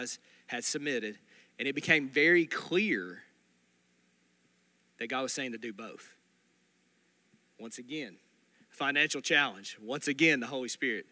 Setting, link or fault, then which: setting, large echoing room